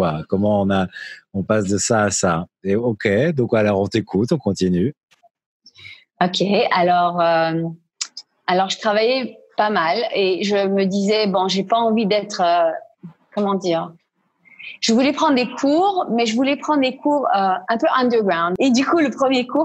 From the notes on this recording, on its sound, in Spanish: En Zoom.